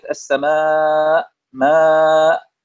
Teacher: المد المتصل رسما ولفظا وحكما وهو وجوبا 4 أو 5 حركات ككلمة السماء ماء، وقس عليها. · Term: مد متصل